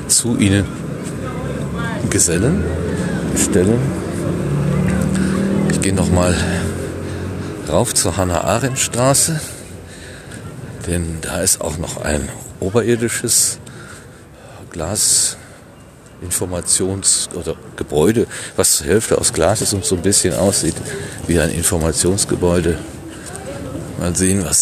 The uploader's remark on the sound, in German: Stelenfeld Berlin. Und so besuchte ich kurzerhand das Denkmal für die ermordeten Juden Europas, das Feld aus über 2000 Betonstelen. Als Aufnahmegerät hatte ich nur mein Smartphone (mit orangefarbenem Windschutz) dabei. Das Gerät hat zwar ab und zu ein paar Silben verschluckt, aber das stört die “Live-Reportage” nicht weiter.